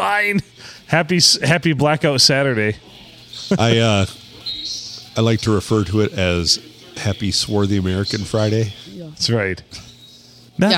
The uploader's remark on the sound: Recorded during a football game on a Monday night at the Blue in the good old 4-69!